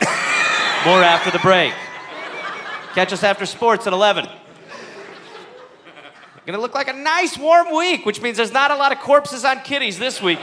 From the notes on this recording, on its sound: Recorded live at Chat Noir in Oslo.